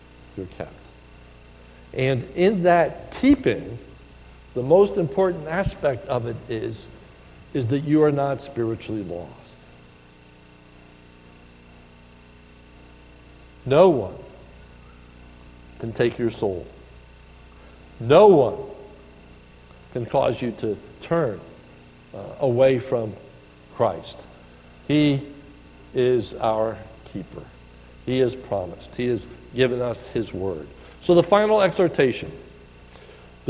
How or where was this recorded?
large echoing room